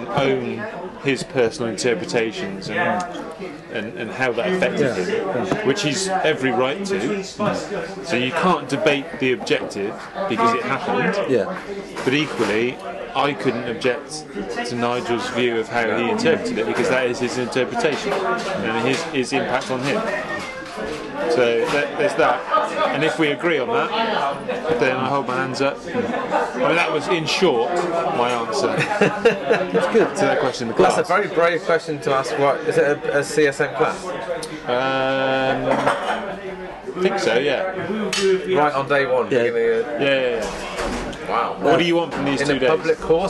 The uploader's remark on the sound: From Chance & Counters & The King William Ale House, Bristol, UK. During their annual Christmas drinks.